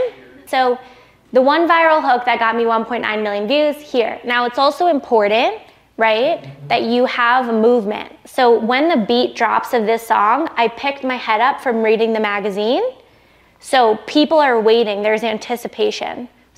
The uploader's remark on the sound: I'm sharing a behind the scenes look at the keynote I gave to a room full of 6, 7, and 8 figure entrepreneurs in Whitefish, Montana.